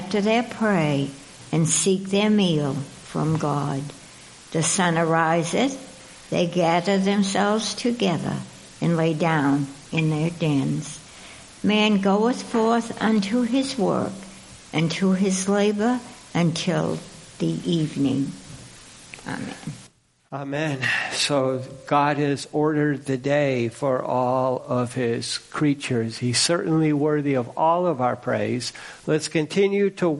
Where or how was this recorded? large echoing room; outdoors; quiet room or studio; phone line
large echoing room